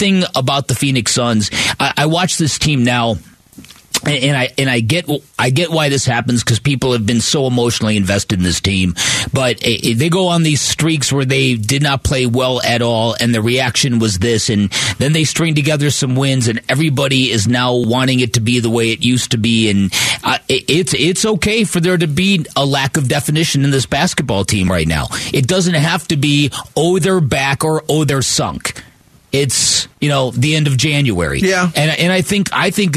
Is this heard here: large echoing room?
no